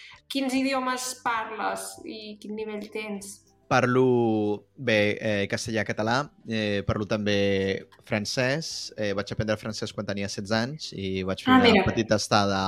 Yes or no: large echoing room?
no